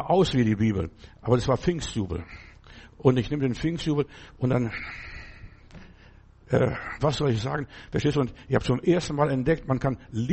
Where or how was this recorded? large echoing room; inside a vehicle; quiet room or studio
large echoing room